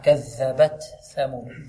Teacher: زيد النفس قليلا في التاء · Term: الهمس